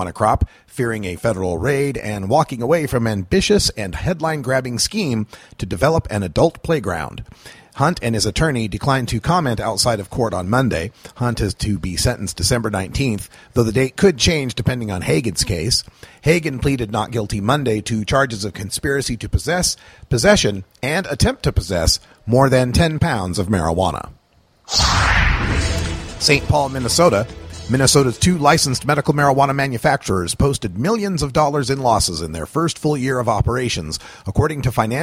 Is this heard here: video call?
no